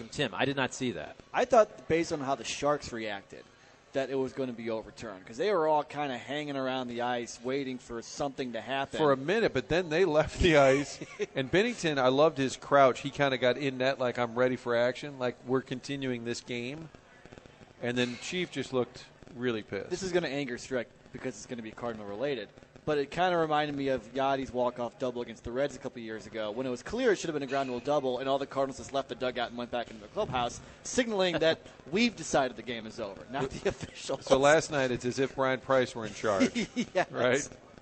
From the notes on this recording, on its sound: broadcasting live from the Westport Social